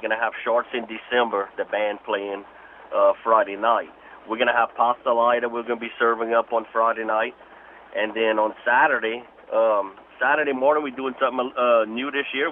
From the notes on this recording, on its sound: We then go to the phone lines